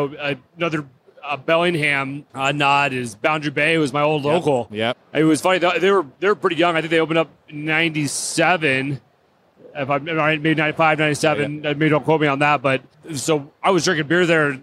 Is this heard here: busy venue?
yes